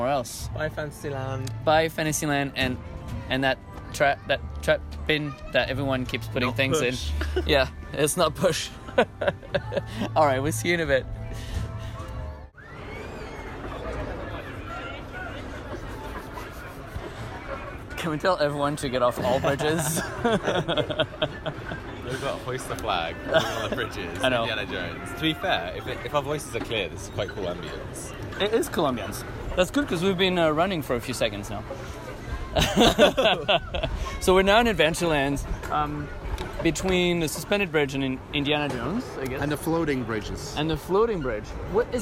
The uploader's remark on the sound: Live in Disneyland Park